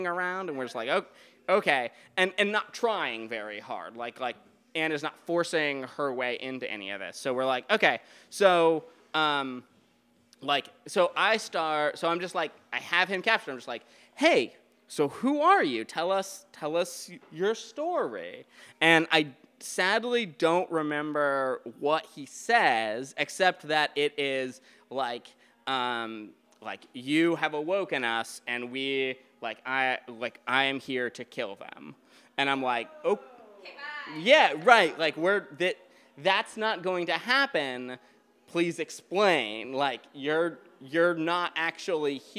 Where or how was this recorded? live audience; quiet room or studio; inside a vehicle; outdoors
live audience